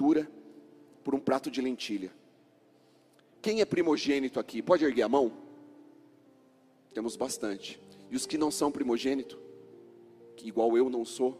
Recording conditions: large echoing room